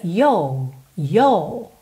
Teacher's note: Já no inglês britânico, a gente meio que alonga aquele O e fica yo, yo, ok? Você não tem a enroladinha do R.